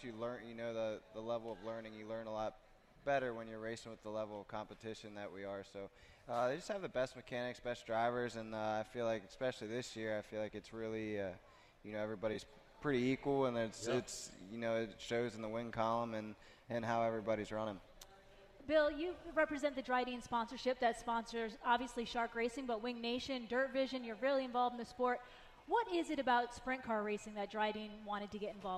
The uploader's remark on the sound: LIVE at the AGCO Jackson Nationals